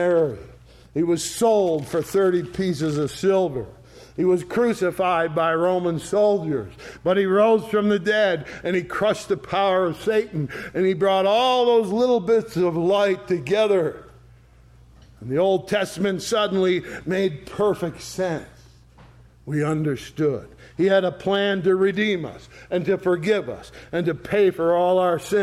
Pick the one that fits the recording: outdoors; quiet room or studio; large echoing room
large echoing room